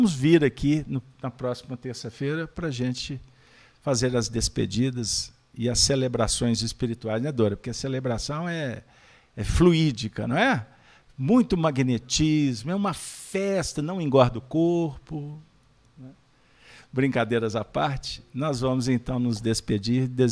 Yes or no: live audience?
yes